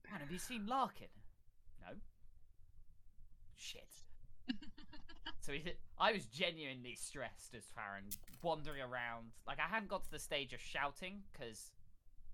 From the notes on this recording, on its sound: Audio isn't great on this. Have attempted to "fix" it but will still dip/pop occasionally.